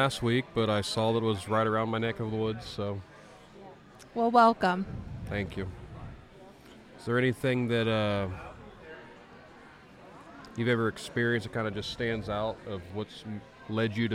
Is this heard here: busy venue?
yes